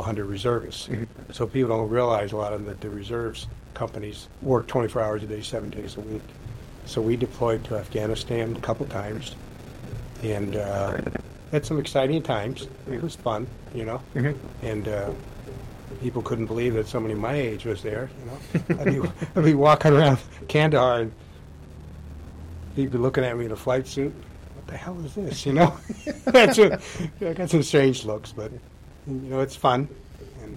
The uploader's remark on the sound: The episode was recorded onsite at the fab Pima Air and Space Museum.